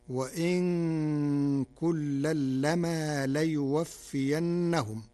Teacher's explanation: قرأ ورش كلمة وإن بتخفيف النون ساكنة، وكلمة لما بتخفيف الميم